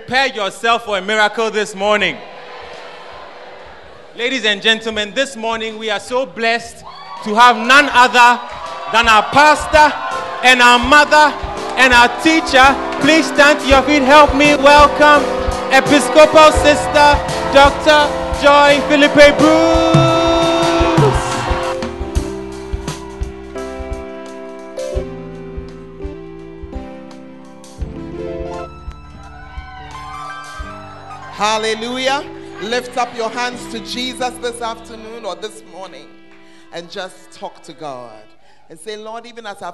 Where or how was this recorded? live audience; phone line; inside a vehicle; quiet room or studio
live audience